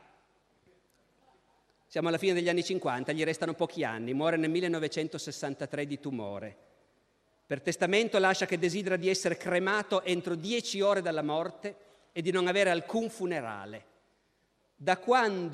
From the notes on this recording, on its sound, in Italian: Registrato al Festival della Mente 2015 in Sarzana.